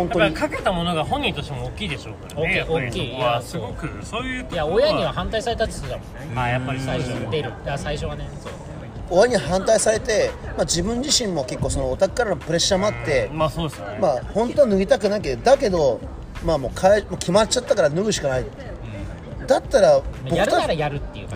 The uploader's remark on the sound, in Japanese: 池袋の路上でオタク5人と飲んだところを収録